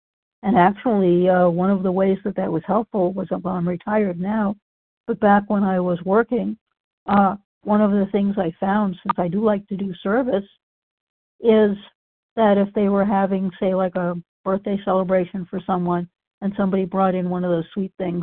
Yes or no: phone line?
yes